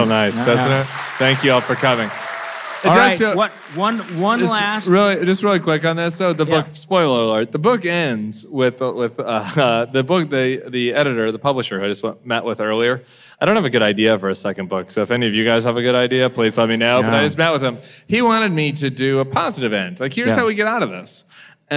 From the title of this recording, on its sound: Live from New York